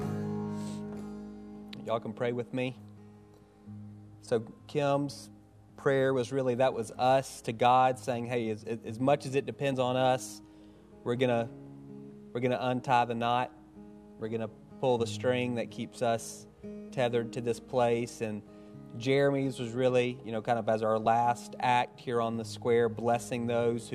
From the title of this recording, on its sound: Final Service at Roswell St. Building